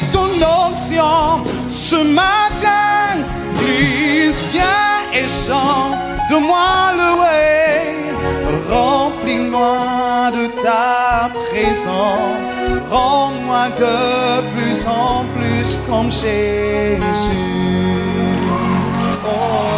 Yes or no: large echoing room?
yes